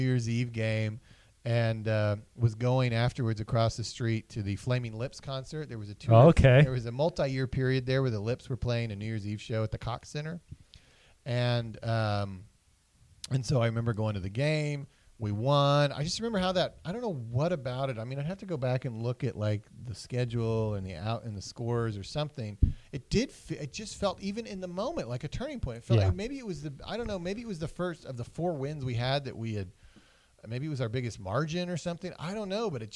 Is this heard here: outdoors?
no